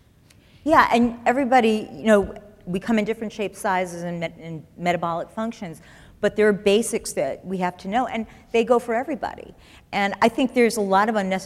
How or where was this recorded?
live audience